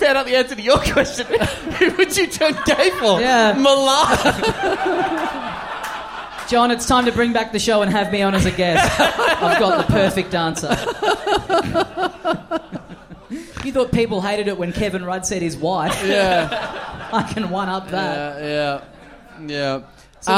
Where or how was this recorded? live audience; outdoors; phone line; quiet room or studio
live audience